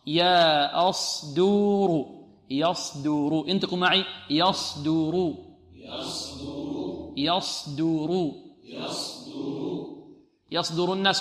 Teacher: عندنا الياء مرقق والصاد مفخمة والدال مرقق والراء مفخمة، مرقق مفخم، مرقق مفخم.